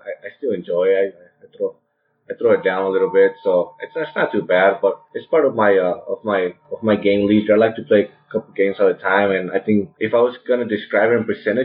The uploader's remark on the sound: Apologize for the sound quality. We are working to get the sound quality better.